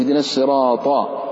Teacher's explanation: الطاء من طرف اللسان مع أصول الثنايا العليا، قلوا اهدنا الصراط، فلو واحد قال اهدنا صراط ضاء ضاء ضاء لم ينطق بالحرف تمام.